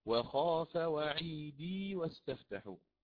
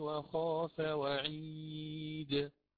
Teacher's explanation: فوقفت على دال ساكنة وأتيت بقلقلتها · Shown in: second take